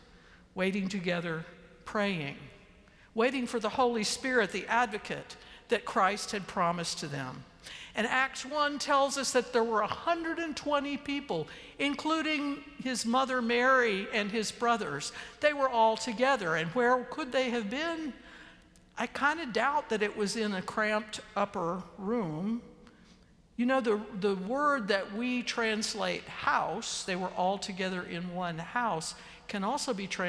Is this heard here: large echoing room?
yes